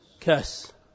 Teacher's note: متى ما كانت هذه الهمزة المتوسطة ساكنة فإنهم يسهلونها فيقلبونها إلى حرف علة من جنس حركتها · Term: لغة التسهيل